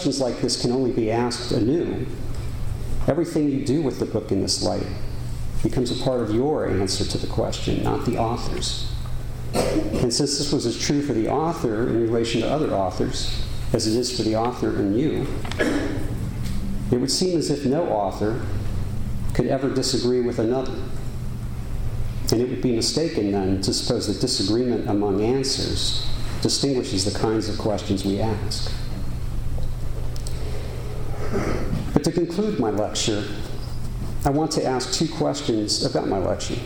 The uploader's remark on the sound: Recording of a lecture delivered on October 16, 2015. As part of the Formal Lecture Series.